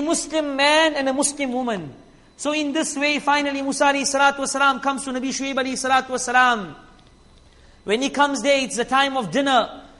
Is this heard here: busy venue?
no